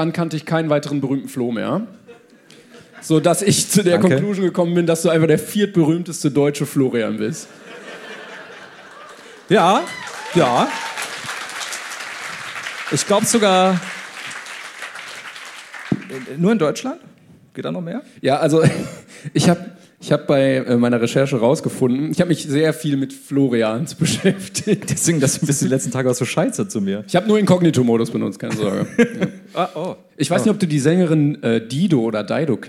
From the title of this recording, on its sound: LIVE in Hamburg